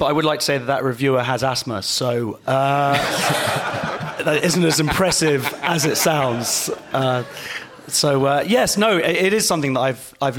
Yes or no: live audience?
yes